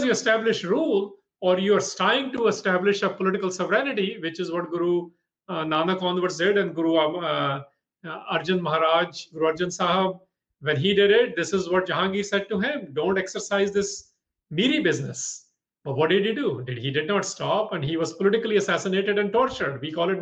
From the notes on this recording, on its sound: From a live webinar recorded on June 29th, 2020. This episode of The Sikh Cast is from a live webinar.